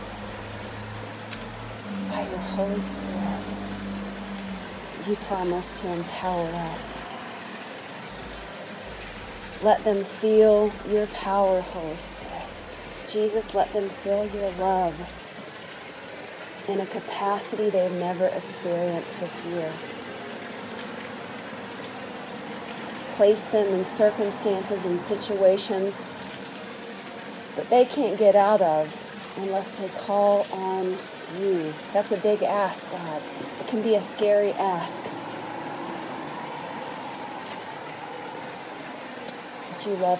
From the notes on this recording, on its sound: with the waterfall in the background & cars zooming by on Main